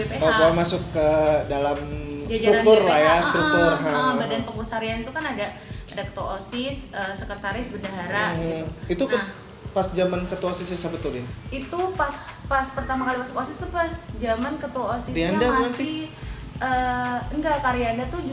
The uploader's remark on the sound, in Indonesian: maaf jika masih banyak noise